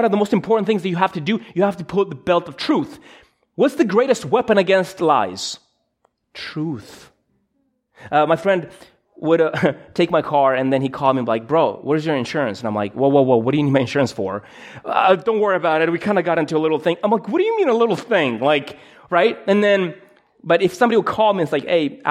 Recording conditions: large echoing room